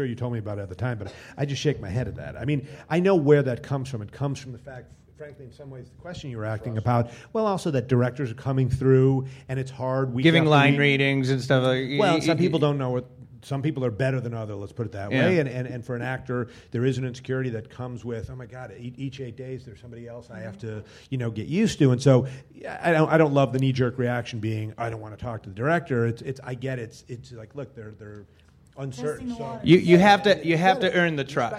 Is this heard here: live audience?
yes